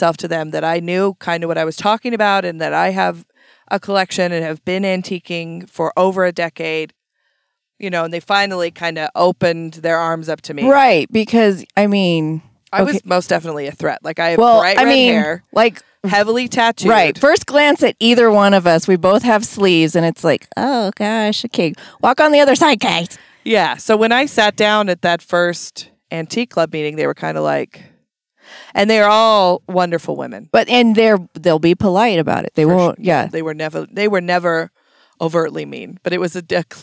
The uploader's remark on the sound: An episode that was recorded back in 2020 shortly after quarantine ended. They literally sat in the car, in a parking lot, and pinged off eachother for almost an hour.